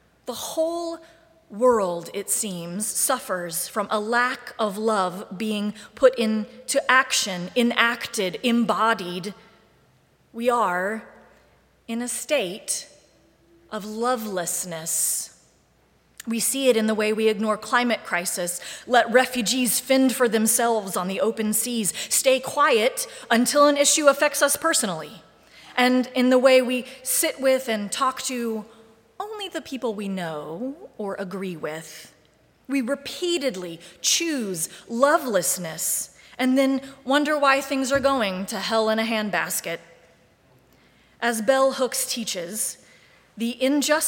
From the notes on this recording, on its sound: Live streamed from the sanctuary of Mayflower Congregational UCC Church of Oklahoma City.